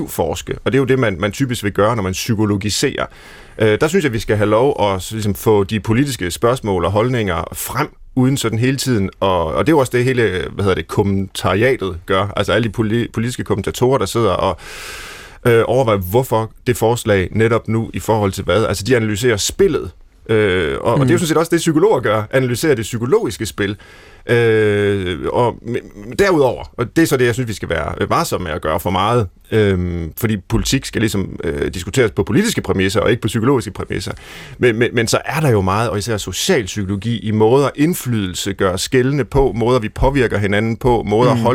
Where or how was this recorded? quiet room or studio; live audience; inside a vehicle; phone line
quiet room or studio